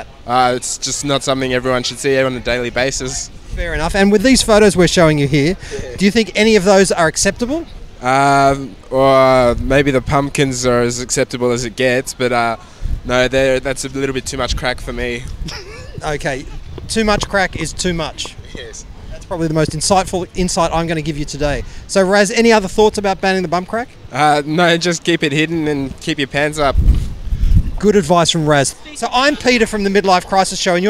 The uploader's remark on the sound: We hit the streets of Sydney to gauge ordinary members of the public in our very first “Outside Broadcast”.